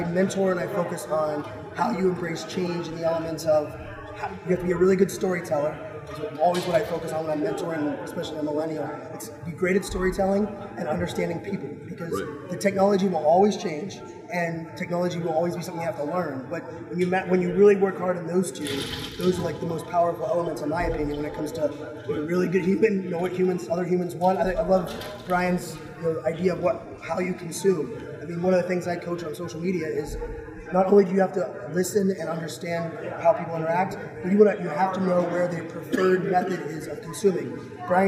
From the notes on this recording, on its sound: live at IBM InterConnect